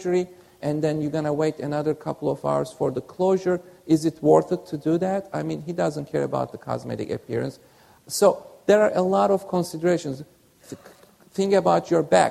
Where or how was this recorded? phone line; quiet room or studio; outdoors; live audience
live audience